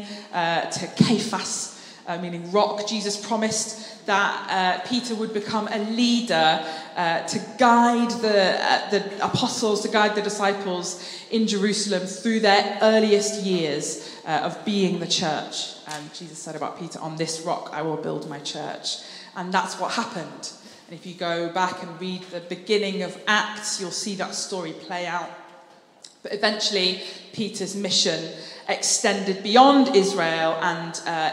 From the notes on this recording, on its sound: Streamed live at St Paul's Shadwell on Sunday, 30 April 2023.